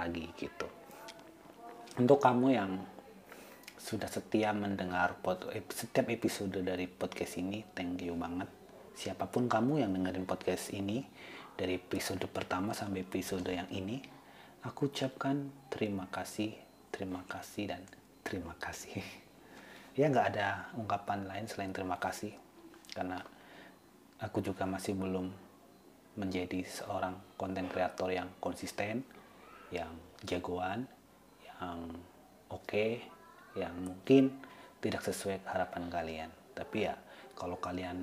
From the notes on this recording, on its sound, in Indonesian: dalam setiap rekaman podcast ada noice di maklumi aja y